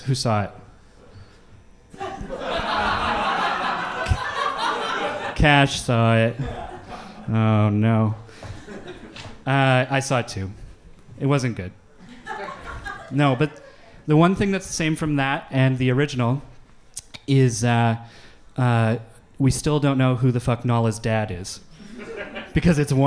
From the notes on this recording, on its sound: The Christmas special of the live podcast. An unprecedented round-table. At Edmonton’s loosest, gut gushing-est, and Dostoyevskyesque-est live podcast recording.